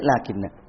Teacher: ലാകിന്ന അലിഫ് ഇവിടെ ഉള്ള അലിഫ് തന്നെ, ഹംസനെ കളഞ്ഞിട്ട് ലാകിൻ ന എന്നാണ്, അത് ലാകിന്ന. മുസ്ഹഫിലെ നിയമം എഴുത്തിൽ ഈ അലിഫ് ഉണ്ടാകണം, നുത്തഖിൽ ആ അലിഫ് വരാൻ പാടില്ല.